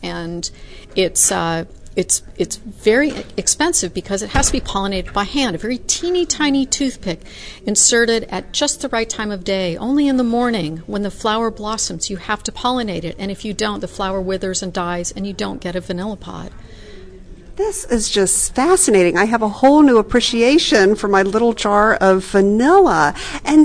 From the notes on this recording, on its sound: She is a fellow member of Les Dames d’Escoffier and we had a fun Kitchen Chat at one of the conferences.